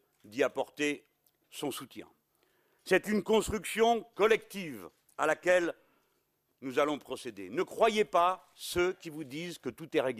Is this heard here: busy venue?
no